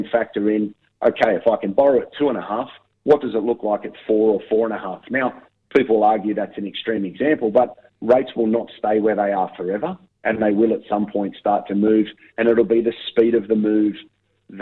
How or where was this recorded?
phone line